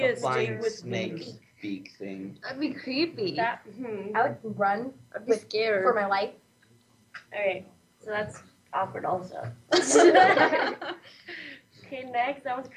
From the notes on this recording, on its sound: On location in a small remote town in the northern part of our state, we took our show live! The recording quality is rough and the conversation is raw as Paper Hope Street Team meets the teens and new Voice America Kids radio hosts at Round Valley High School in Eagar Arizona.